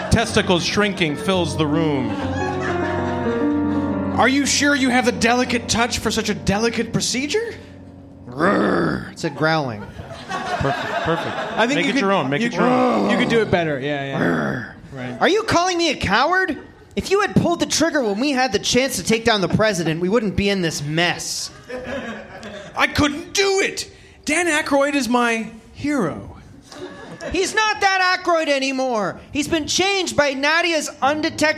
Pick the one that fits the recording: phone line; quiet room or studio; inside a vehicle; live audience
live audience